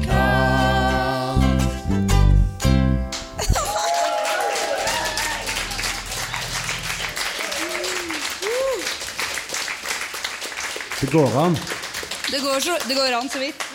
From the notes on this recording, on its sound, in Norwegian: Sesongens siste podkast, live fra Uhørt i Oslo.